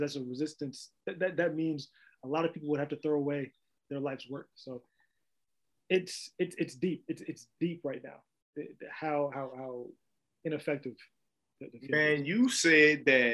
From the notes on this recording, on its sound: we virtually sat down